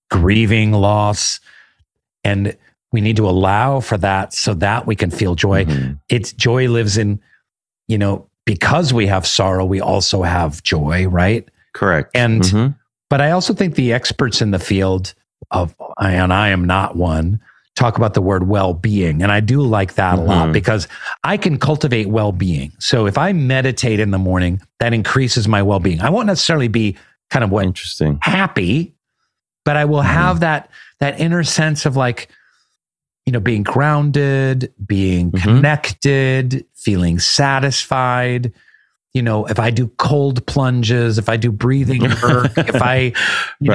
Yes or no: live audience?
no